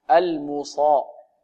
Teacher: صحيح الميم في الميم مضمومة، نضم شفتين نقول المو المو، لكن الصاد مفتوحة، المصا.